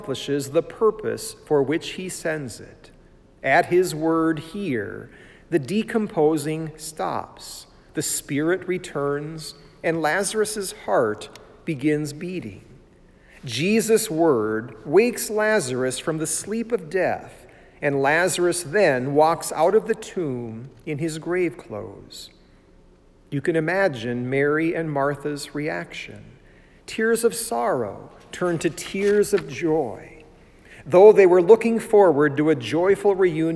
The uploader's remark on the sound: It was preached at Saint John Lutheran Church in Sycamore, Illinois on 29 March 2020.